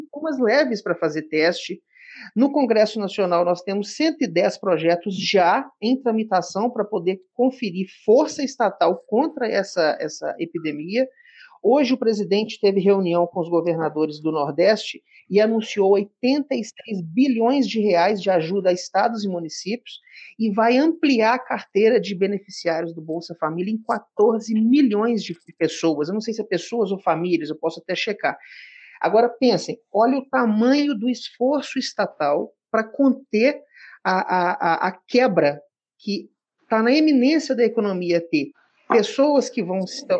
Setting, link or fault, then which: link, video call